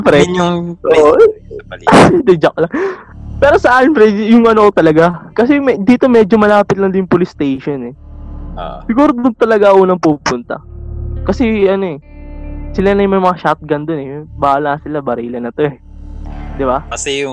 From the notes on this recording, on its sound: Quarantine Edition. We are all at home and only using Zoom meetings. Please bear with us as there are some technical difficulties we are experiencing during the recording.